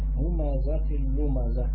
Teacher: الهاء من مخرج واللام من مخرج آخر، الهاء من الحلق واللام من اللسان